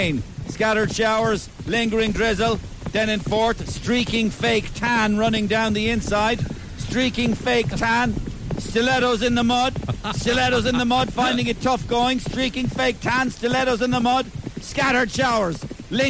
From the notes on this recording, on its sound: Handicap Hurdle at the wet and windy Galway Races.